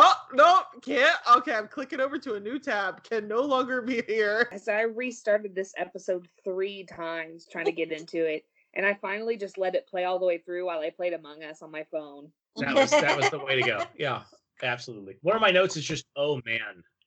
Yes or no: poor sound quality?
yes